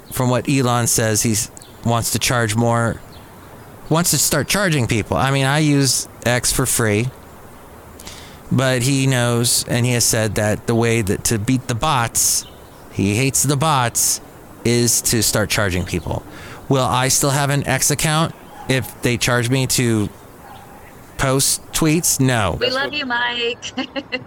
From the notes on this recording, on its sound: podcasts live from Café Anyway